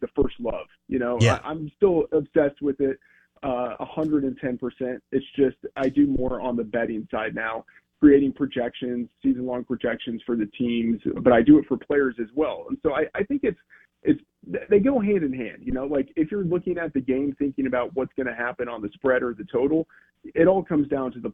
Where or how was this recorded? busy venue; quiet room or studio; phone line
phone line